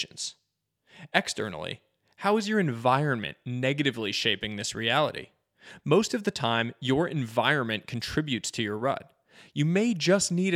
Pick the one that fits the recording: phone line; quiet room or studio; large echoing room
quiet room or studio